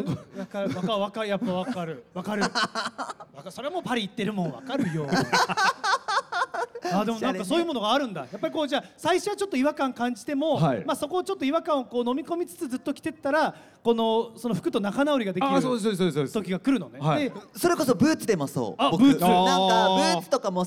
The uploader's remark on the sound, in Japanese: ららぽーと豊洲で行った公開収録の模様をお届けします。